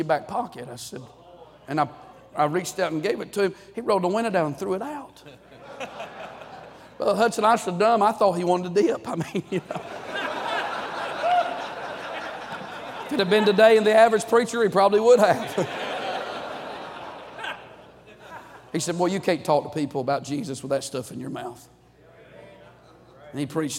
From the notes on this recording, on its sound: During the Monday Evening service of the 38th Annual National Pastors' & Workers' Conference in Santa Clara, California.